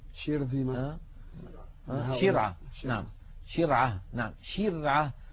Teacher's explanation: الشين لا ينقفل المخرج عند النطق بها بل يبقى مفتوحا يمر منه الصوت